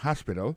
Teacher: accent tombe sur premier syllabe là, il y a trois syllabes